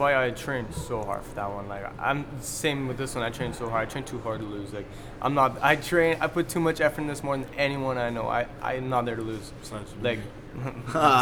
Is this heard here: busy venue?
yes